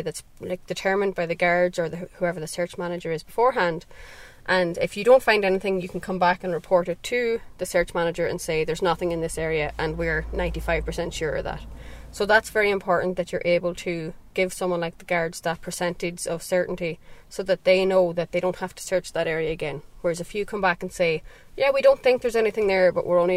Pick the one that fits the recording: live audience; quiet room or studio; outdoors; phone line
outdoors